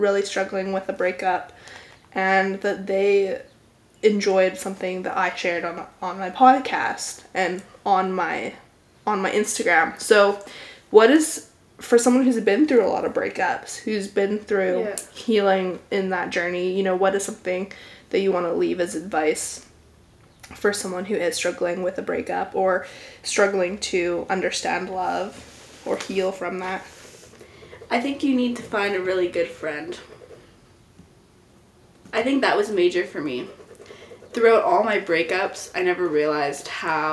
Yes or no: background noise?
yes